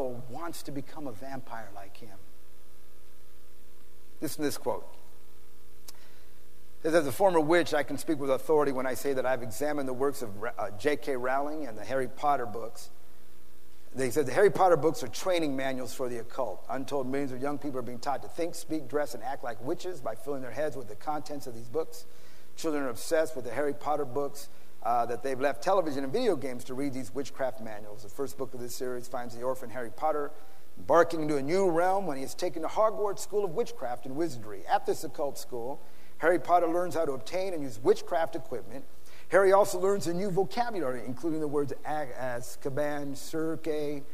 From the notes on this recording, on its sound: PREACHED IN SAN ANTONIO TX.